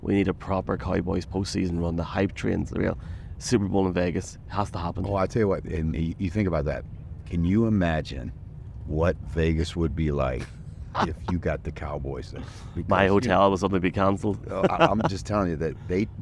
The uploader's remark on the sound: Live podcast from a train somewhere in Scotland. A train at 6:45am in the middle of nowhere, as they are on the way to Scotland.